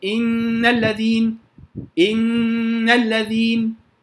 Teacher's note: بيبقى فيها غنة زائدة، بيبقى فيها غنة زائدة مقدار حركتين وصلا ووقفا، النون المشددة وصلا ووقفا، وستأتي أحكامها بعد ذلك.